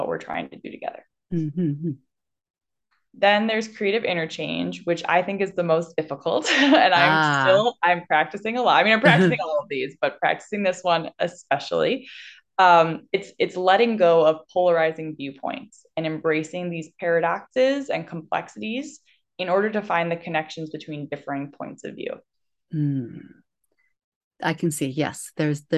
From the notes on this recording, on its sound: I’m Live via zoom